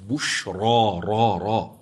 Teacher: أنا أعيد الراء المفتوحة لتسمع أن الراء في رواية حفص مفخمة، أما في قراءة من ذكر حمزة والكسائي والعاشر والبصري فهي ممالة فرققت لأنها مالت نحو الكسرة.